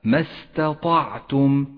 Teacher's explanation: والآن لاحظ كيف تتالى حرف التاء مع حرف الطاء، وإياك أن تخلط بينهما في اللفظ، لأنك إذا لم ترقق التاء ولم تفخم الطاء ظهرا وكأنهما حرف واحد. فقرأ هكذا ما استطعتم، وإياك أن تقول ما استطعتم، فهو خطأ شائع جدا فتنبه.